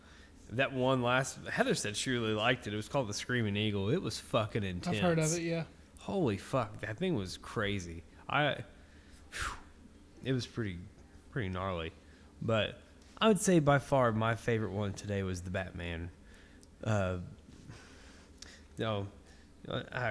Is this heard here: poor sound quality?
no